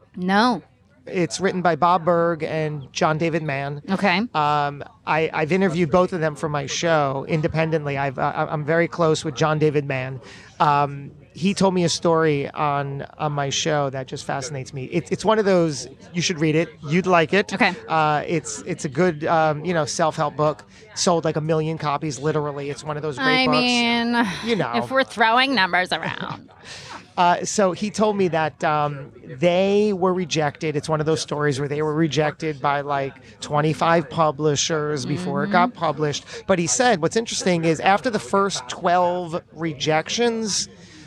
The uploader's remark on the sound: This episode was recorded live at the 2019 Propelify Innovation Festival (created by Aaron Price) and is part of Podcast Row.